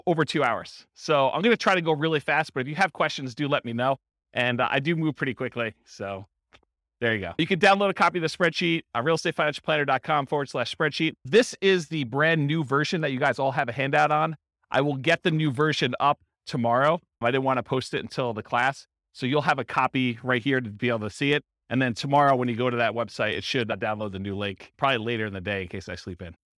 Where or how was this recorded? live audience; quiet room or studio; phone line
live audience